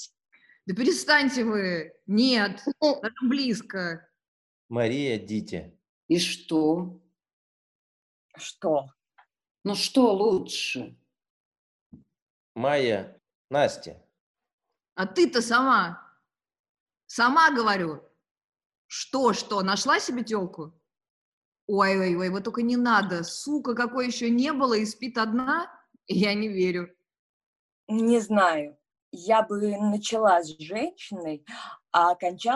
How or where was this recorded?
video call